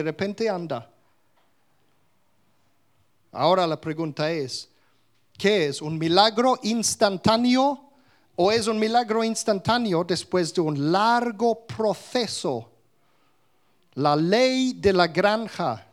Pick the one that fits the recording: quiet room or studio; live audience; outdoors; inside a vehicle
live audience